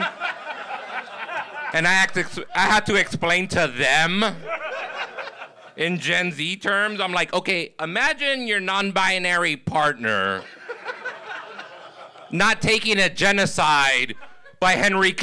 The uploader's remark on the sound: Recorded live from the Hollywood Improv on December 7th, 2023.